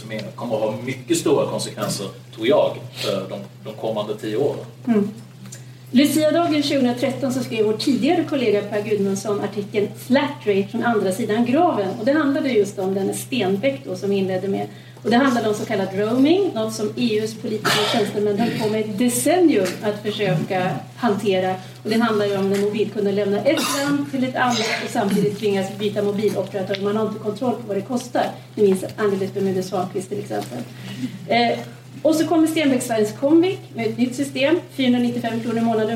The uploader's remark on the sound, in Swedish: en inspelning från en lunch med ledarredaktionen som hölls på Playhouse teater